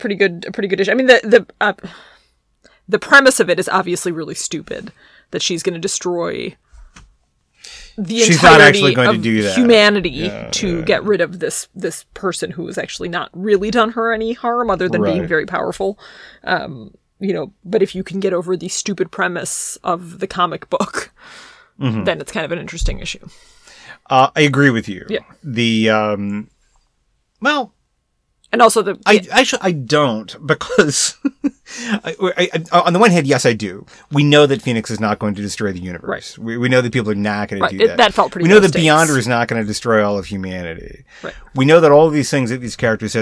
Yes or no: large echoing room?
no